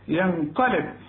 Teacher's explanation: بقفل شفايفي وبفتحها على طول يحصل القلقلة بتاعت الباء